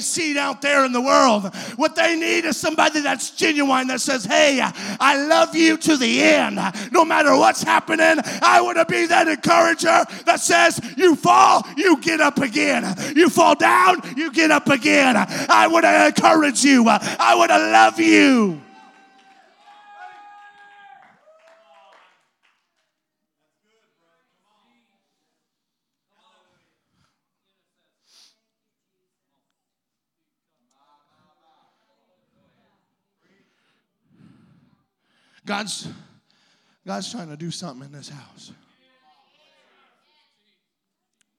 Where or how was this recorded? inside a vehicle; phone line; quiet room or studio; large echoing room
large echoing room